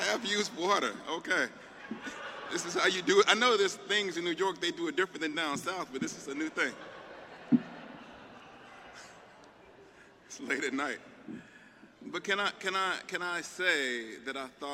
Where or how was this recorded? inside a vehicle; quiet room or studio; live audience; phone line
live audience